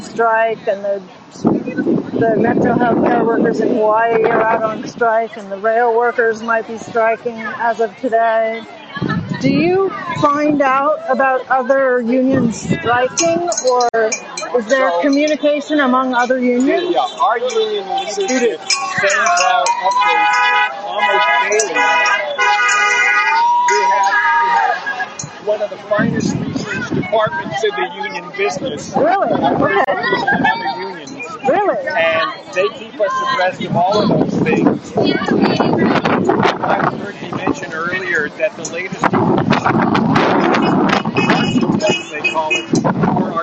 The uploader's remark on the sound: LIVE from NUHW strike in Oakland